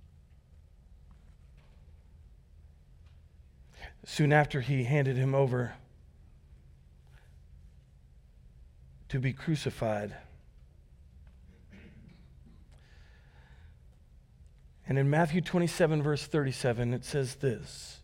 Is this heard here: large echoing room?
yes